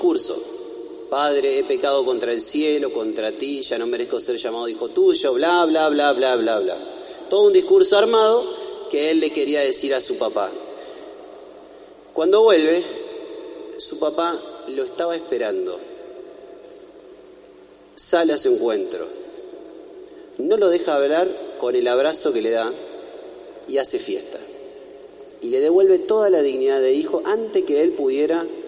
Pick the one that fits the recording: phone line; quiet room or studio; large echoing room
large echoing room